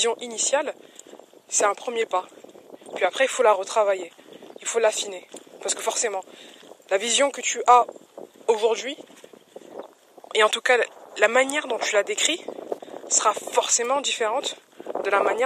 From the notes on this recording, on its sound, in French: C'est l'histoire d'un podcast trop stylé au son tout pourri. J'ai enregistré ce podcast, complètement à l'impro lors d'une balade avec mon chien et le son est presque (complètement) pourri.